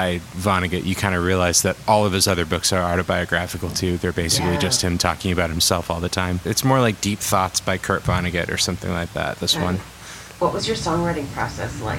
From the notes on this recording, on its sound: This installment includes excerpts of live performances by songwriters and artists recorded at the BBC event. At Barbès in Park Slope, Brooklyn. There are interviews with the songwriters and artists. In their Park Slope kitchen.